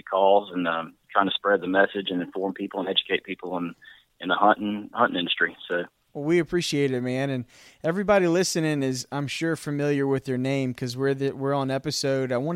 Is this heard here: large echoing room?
no